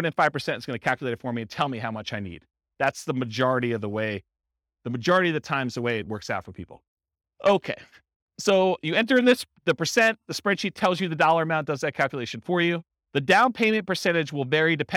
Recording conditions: live audience